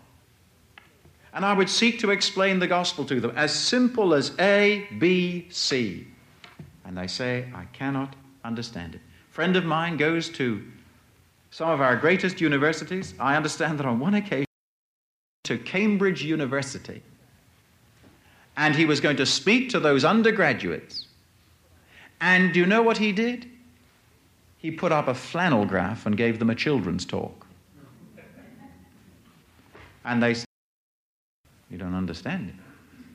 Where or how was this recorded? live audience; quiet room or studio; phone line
live audience